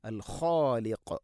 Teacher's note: ഖ തൊണ്ടയുടെ മുകൾ ഭാഗം, ഖാഫ് അതിൻ്റെയും മേലെ ചെറുനാക്കിൻ്റെ അടുത്ത്